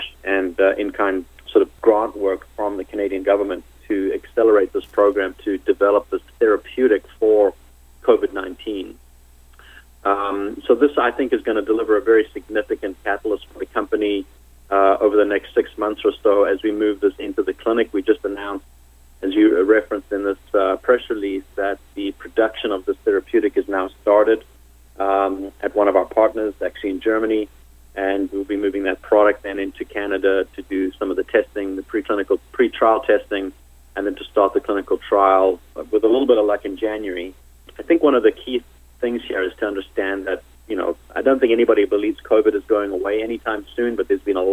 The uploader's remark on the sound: called in to SmallCapVoice.